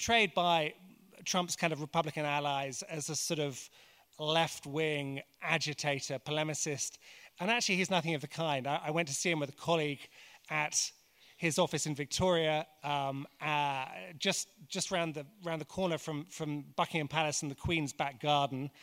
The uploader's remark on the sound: Recorded at The Tabernacle in London in April 2018.